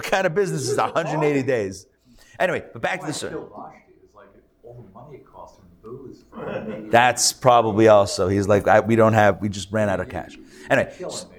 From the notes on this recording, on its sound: Recorded live at The Torah Center ATL.